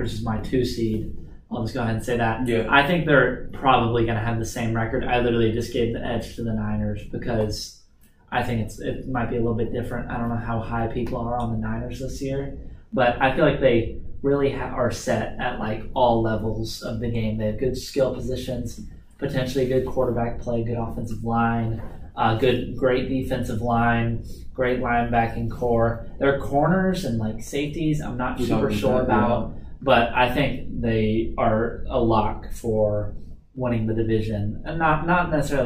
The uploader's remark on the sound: Sorry for the poor audio quality in this episode we had problems with the microphone